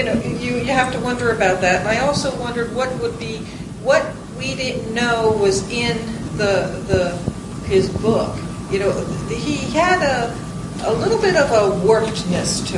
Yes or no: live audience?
yes